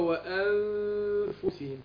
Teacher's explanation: انا اخفيت النون اهو في نفسها